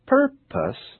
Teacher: The first syllable is stressed, and the vowel of the second syllable can be reduced to either a, as in purpose, or I, as in purpose.